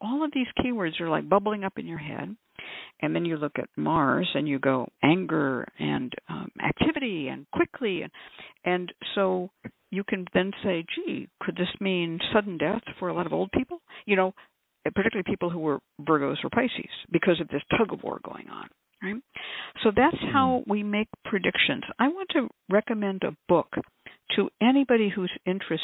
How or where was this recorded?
phone line